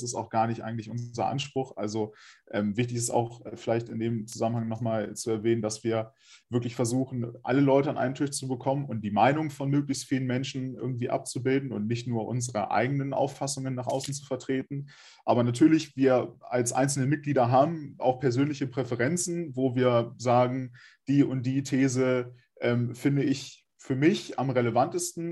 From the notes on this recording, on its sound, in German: Das Gespräch fand online statt, daher ist die Tonqualität leider nicht wie gewohnt.